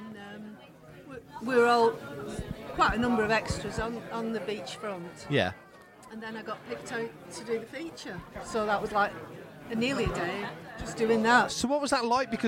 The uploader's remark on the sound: It's a LIVE one. Walk the halls of Star Wars Fan Fun Day 2023 at Ewood Park in Blackburn, taking in the sights and sounds.